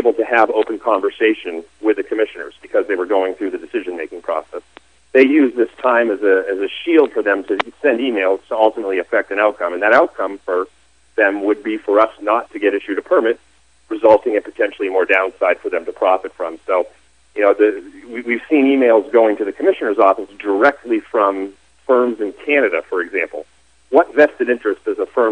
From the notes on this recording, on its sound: called in to SmallCapVoice